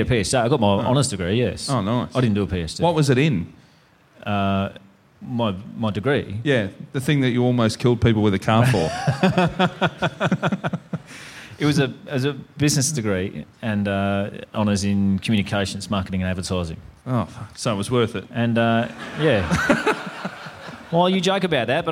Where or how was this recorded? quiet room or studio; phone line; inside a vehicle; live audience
live audience